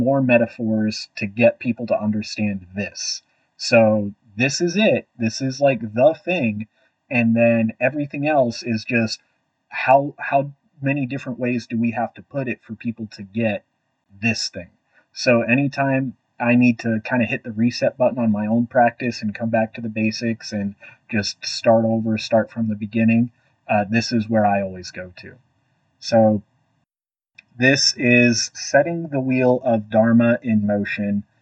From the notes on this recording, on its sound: Horrible Audio. Sorry about the terrible audio in this one. We're new to this format.